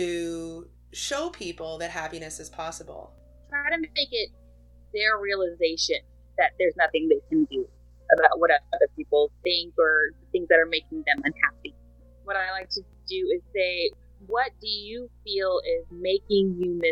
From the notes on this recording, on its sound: The recording quality was terrible but I tried. Keep in mind that I am no audio engineer, just a gal trying to make things work.